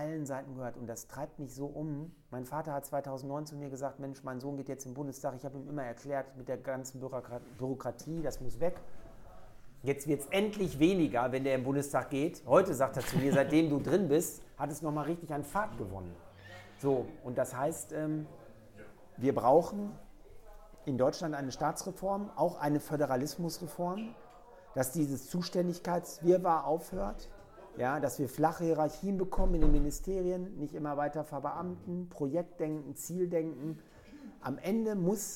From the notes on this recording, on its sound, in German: Folge von "kommunal konkret" wurde erstmals als Livetalk mit Publikum in der Gaststätte Lerchs aufgezeichnet.